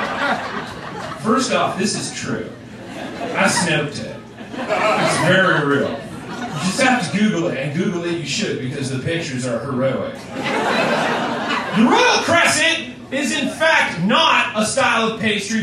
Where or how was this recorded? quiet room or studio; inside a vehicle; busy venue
busy venue